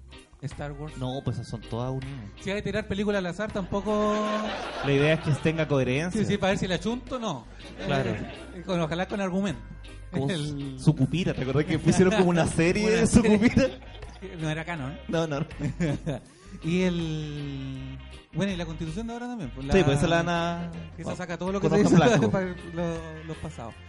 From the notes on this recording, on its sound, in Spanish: Esta vez desde una sala de cine, con público, concurso y muchas risas después de la Avant Premiere de Terminator: Dark Fate.